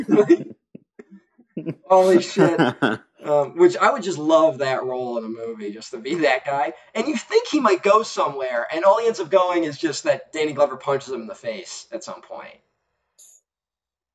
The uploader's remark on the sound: deal with more audio issues